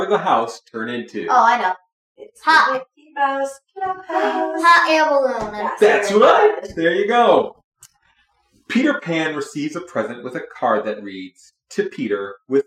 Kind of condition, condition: fault, poor sound quality